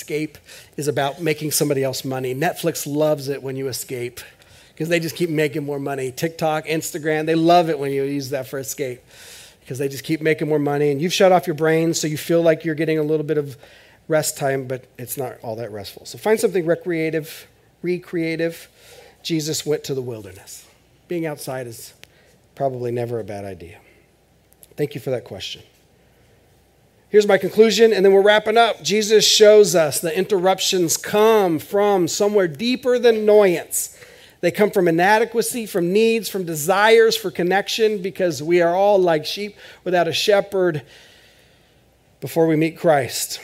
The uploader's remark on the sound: This is audio ripped from the Live Service video.